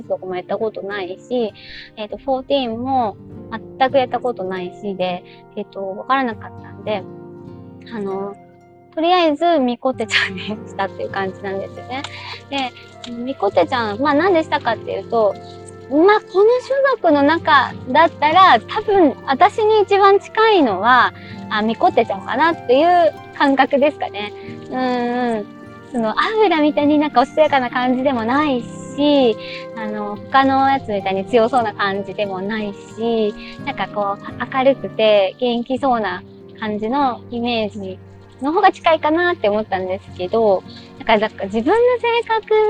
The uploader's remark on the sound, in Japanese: 音悪。運転中に録音したので、音声悪いです。実験で一人でしゃべってみました。